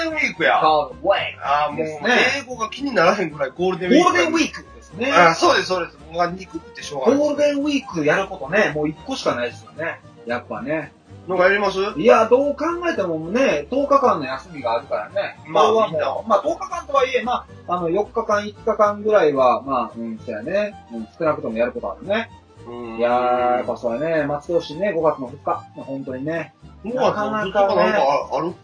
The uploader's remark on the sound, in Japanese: 平成最後の更新に限ってとても音声悪いですが、よろしく